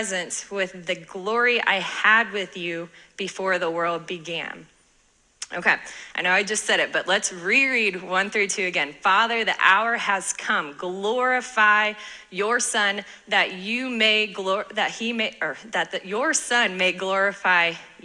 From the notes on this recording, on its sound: sermon from this past Sunday at our church